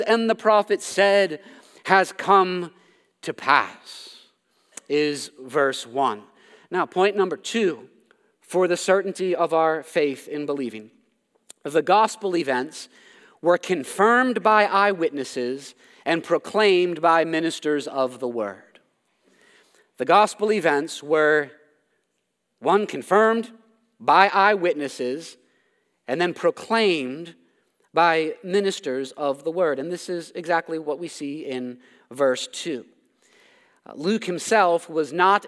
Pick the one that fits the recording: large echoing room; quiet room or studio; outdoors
large echoing room